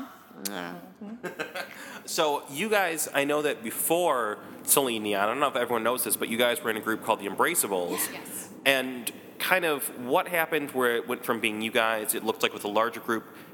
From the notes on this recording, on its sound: interview recorded backstage at Subterranean